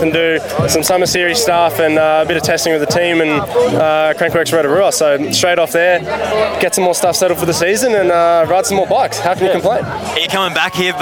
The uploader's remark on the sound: This episode is a compilation of a bunch of the interviews and chats I had with the Pro's and otherwise at Thredbo during the Cannonball Festival/National Champs!